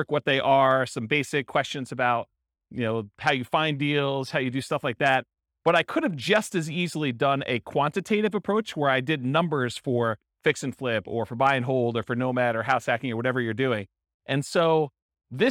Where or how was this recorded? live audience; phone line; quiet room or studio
live audience